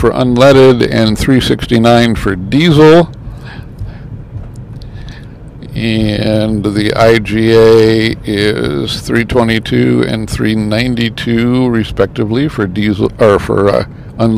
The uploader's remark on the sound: Some thoughts while driving to Ashland, Wisconsin on this Thanksgiving Holiday Weekend.